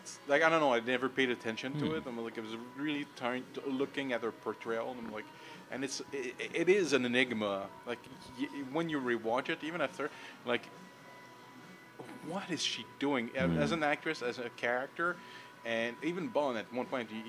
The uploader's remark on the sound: we sat down in a busy café to record our thoughts